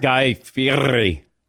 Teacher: I'm throwing the L in, Guy Fieri. Just a light L, just a smattering of L after the guy in the Fier.